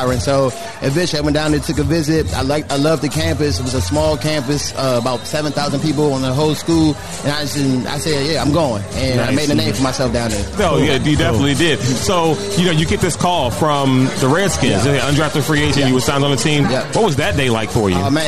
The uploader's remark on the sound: recorded at the season finale of Road 2 Par's Putt & Puff event at Lake Presidential.